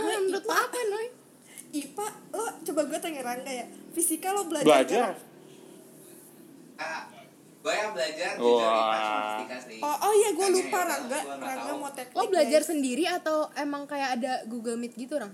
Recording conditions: background noise